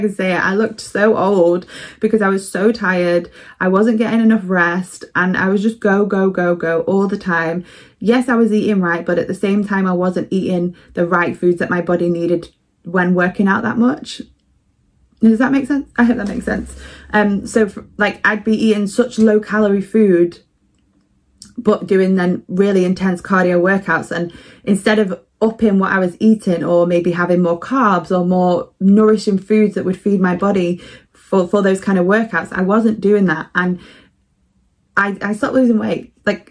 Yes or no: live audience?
no